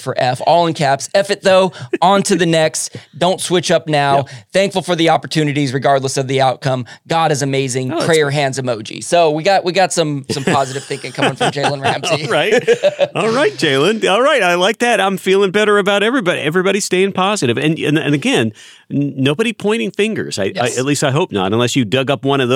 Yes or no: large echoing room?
no